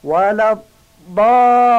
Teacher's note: یه تشدید مال باده که معمولا همه درست میگن، ولی تشدید دوم مال لامه. این تشدید دوم رو خیلی ها فراموش میکنن، یعنی میگن ولا بالین.